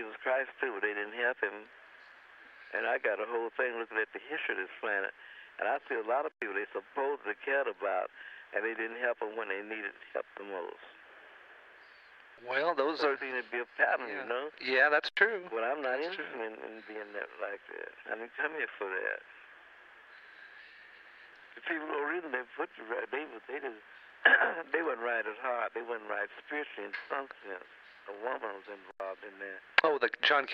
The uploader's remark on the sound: Phone call